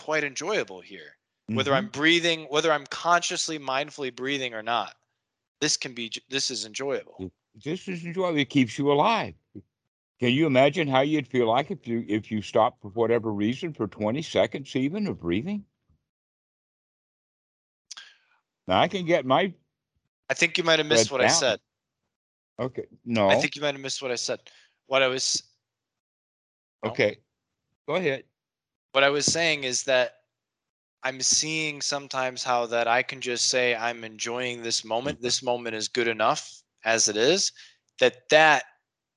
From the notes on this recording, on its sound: skype calls on this channel